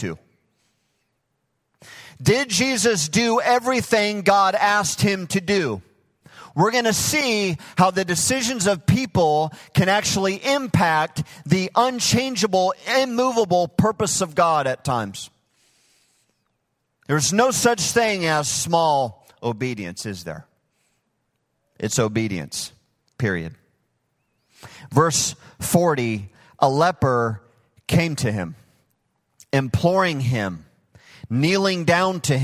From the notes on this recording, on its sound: Recorded live at Hope Church in Springfield, Mo.